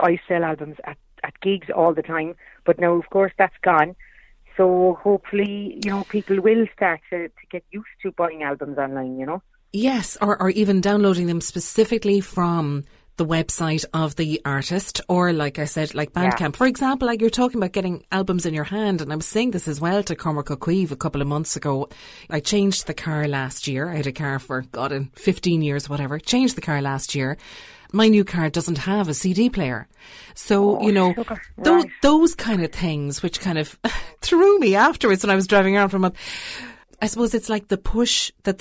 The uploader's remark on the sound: on the phone for a chat